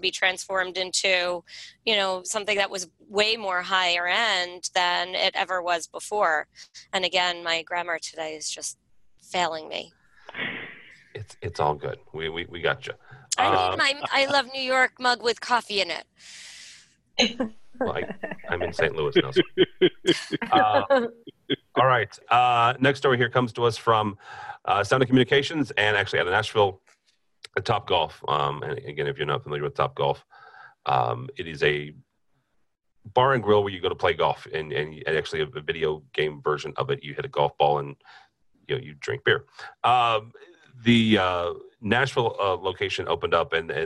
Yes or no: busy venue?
no